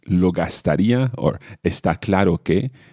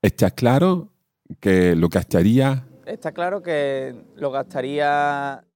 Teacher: One of the features of this accent is that S's are quite often swallowed a little. · Shown in: second take